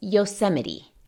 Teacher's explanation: En la T no eches aire